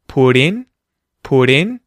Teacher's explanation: we're using the T flap, where the T at the end of put links to the word in.